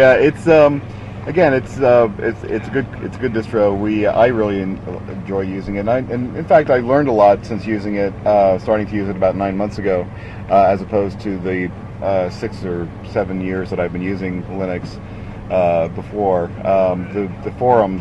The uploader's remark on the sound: interviews that were recorded at the Linux Fest Northwest